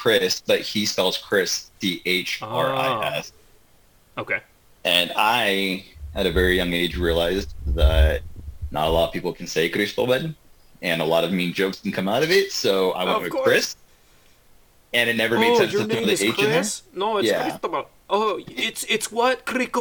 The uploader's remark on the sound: lots of technical issues, a bathroom break, and a phone on the last moments of it's life.